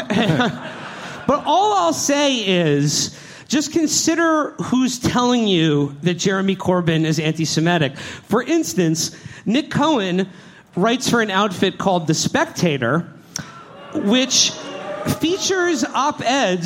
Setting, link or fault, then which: setting, live audience